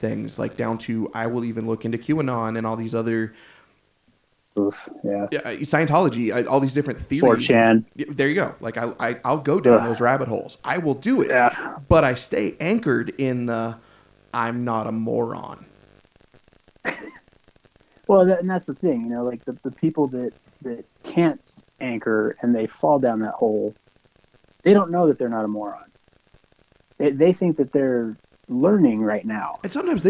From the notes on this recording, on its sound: DO NOT ADJUST YOUR DEVICE. We get our first phone interview on the books.